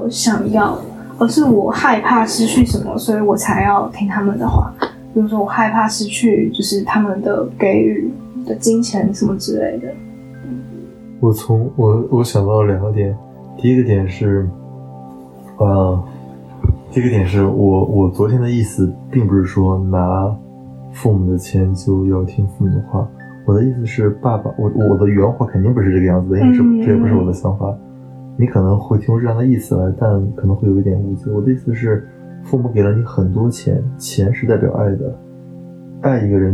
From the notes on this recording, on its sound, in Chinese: 當下直接拿起手機就直接錄了下來，所以音質會有點不好，會有蠻多回音的感覺，畢竟沒架麥克風。